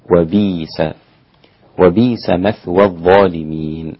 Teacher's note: أبدل الهمز أيضا ياء الإمام ورش والسوسي وأبو جعفر